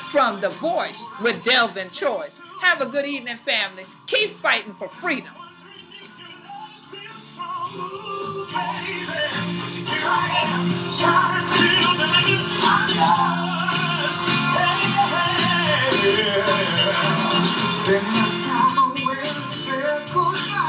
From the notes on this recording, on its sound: In Brunswick, GA of the Gullah/Geechee Nation live from the 6th Annual Tunis Campell Celebration.